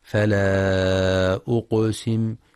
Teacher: ينتبه القارئ للمد المنفصل، فلا أقسم يمد 4 أو 5 حركات